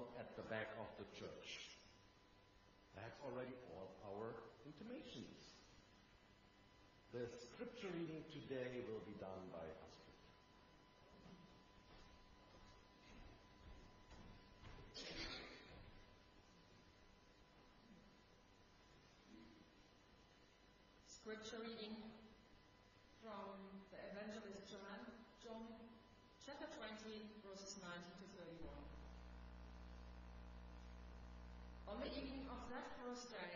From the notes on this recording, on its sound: Sunday Worship from Houston and Killellan Kirk